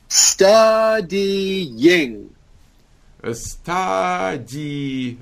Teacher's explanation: This word has three syllables, okay? Between the D and the Y, there's a hidden strong Y.